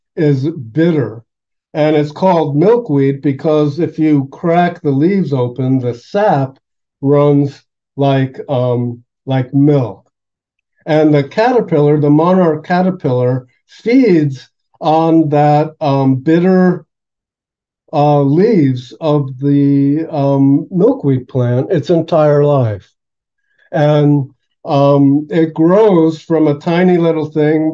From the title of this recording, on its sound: September 20th, 2023 Syracuse Zoom Class